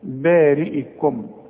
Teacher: الراء ترقق دائما مدام مكسورة، بارئكم. اوعى تقول لي فاقتلوا، فاقتلوا، ما انت خدت الفه، ما انت عارفها.